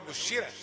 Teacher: ورش هو اللي حيقول بشرة. وانا برقق الراء تبعا للكسر التي قبلها. لكن احنا نظامنا الراء المفتوحة مفخمة.